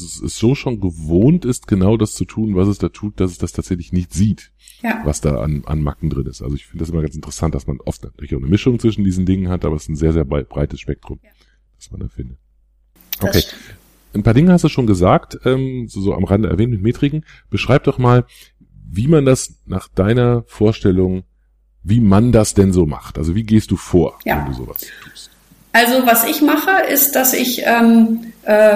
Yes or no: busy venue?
no